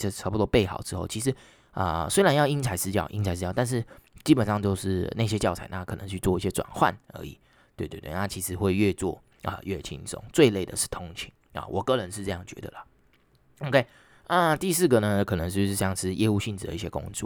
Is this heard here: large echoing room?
no